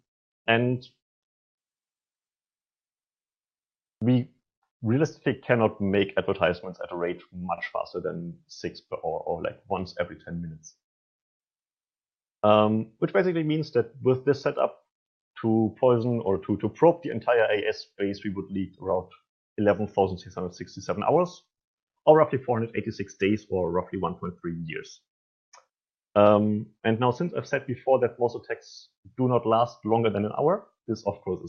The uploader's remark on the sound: This is the recording of a virtual NOG meeting held at April 9th 2021.